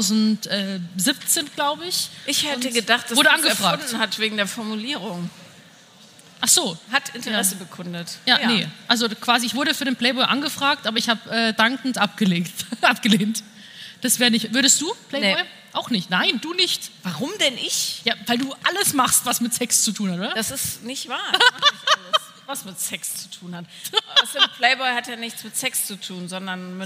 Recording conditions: live audience